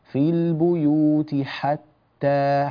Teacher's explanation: سمع الحاء كيف هي مبحبحة · Term: حرف الحاء